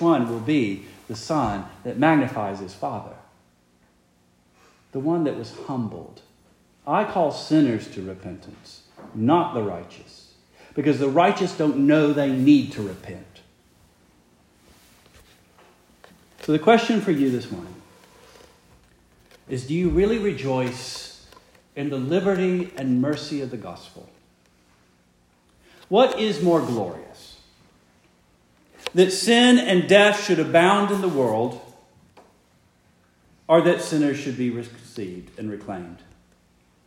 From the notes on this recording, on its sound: Preached the morning of November 5, 2023, for the Heidelberg Presbyterian Church in Heidelberg, Mississippi.